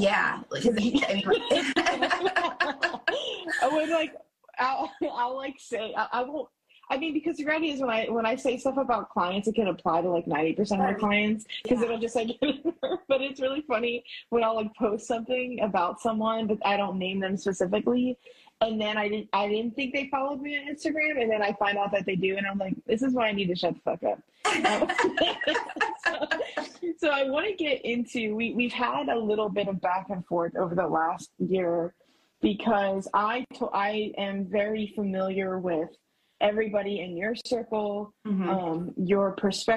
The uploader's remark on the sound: This episode was downloaded and recorded on Instagram live so please mind the audio.